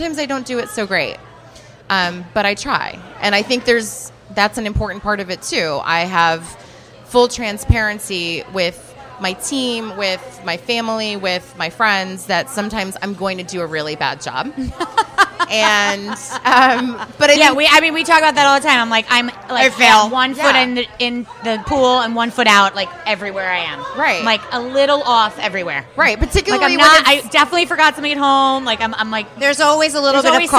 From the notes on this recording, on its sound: LIVE from Bell Works